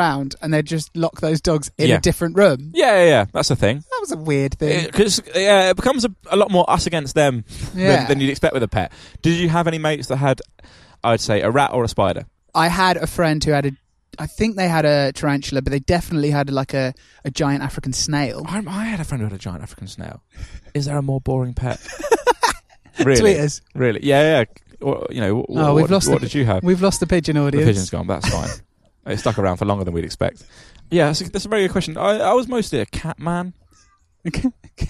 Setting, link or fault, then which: setting, outdoors